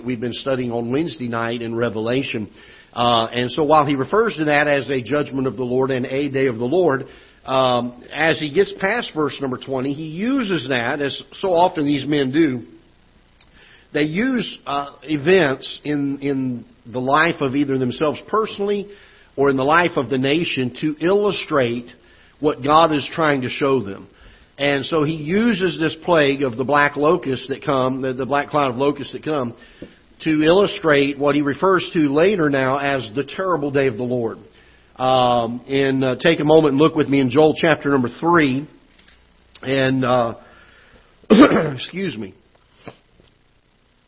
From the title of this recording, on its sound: Ketha Heights Baptist Church ~ Live Broadcast